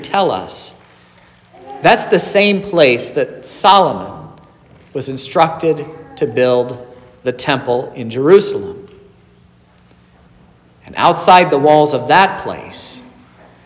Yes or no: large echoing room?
yes